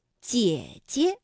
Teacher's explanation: 第二个解呢，就要变成轻声了，读得短促而轻